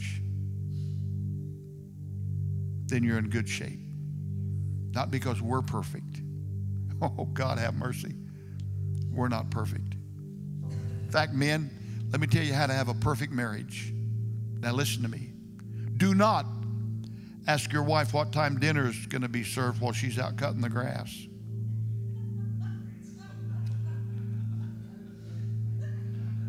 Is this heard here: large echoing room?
yes